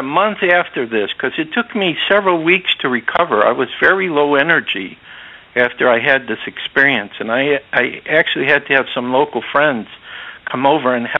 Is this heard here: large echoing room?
no